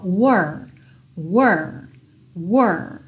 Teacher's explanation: esse R você vai pensar nele com a língua enrolada